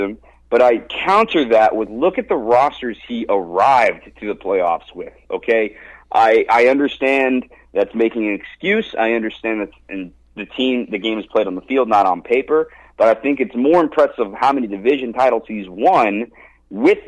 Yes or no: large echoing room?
no